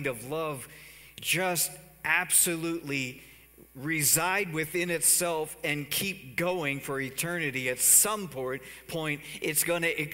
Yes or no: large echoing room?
yes